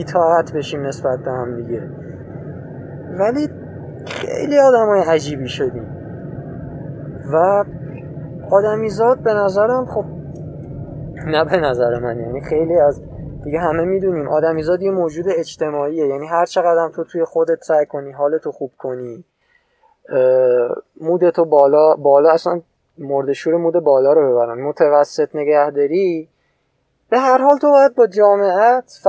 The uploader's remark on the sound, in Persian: این اولین اپیزودیه که پشت فرمون و در حال رانندگی ضبط کردم و یکم دوست داشتم تو ترافیک شب عید.